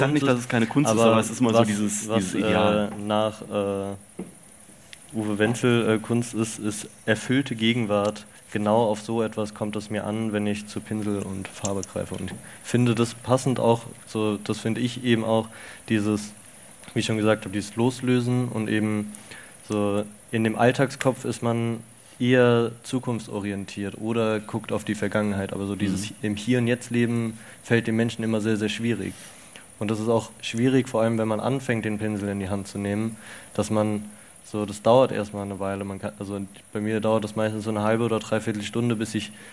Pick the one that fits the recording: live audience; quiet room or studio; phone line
live audience